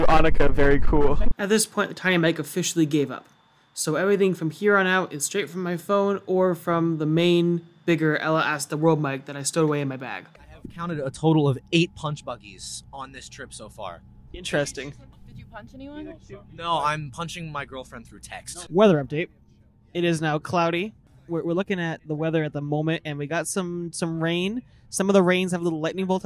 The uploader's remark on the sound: Enjoy these highlights and interviews from our trip to perform at the 2022 Collegiate Marching Band Festival in Allentown, PA.